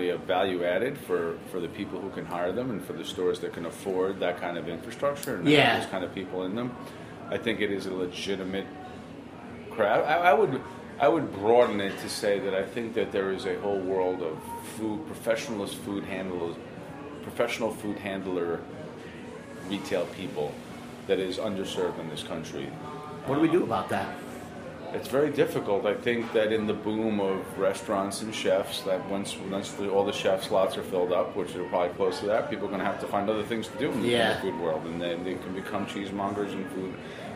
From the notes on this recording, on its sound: records a special episode of Cutting the Curd on location at Eataly New York.